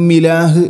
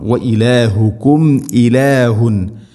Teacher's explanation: സാക്കിന മീമിന് ശേഷം ഹംസ വന്നാൽ ഇദ്ഹാറാണ്, വെളിവാക്കി ഉച്ചരിക്കണം, അഥവാ ഹംസ ക്ലിയർ ആയിട്ട് കേൾക്കണം · Shown in: second take